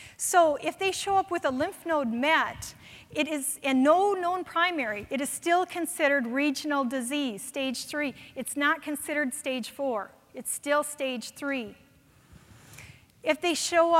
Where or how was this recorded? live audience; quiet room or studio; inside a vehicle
live audience